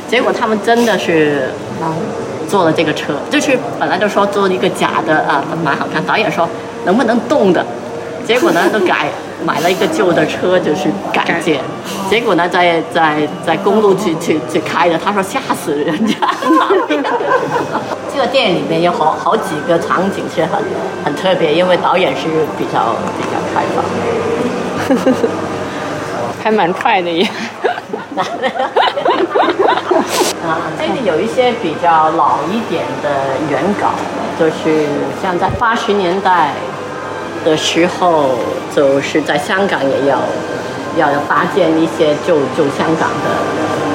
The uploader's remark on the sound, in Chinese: 无中生有 — 香港电影美术及服装造型展 特约观展团。这一期是导览的录音。